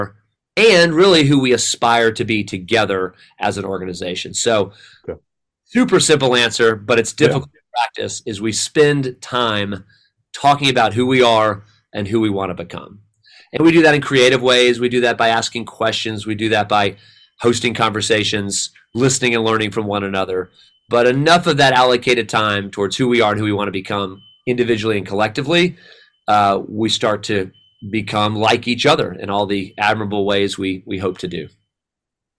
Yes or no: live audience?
no